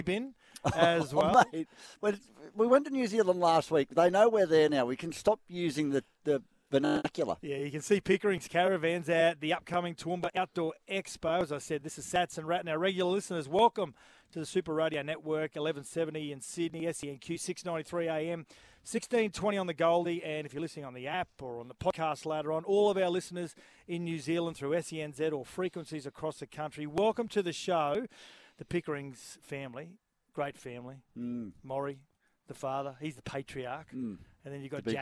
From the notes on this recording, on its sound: live at Treasure Island Caravan Park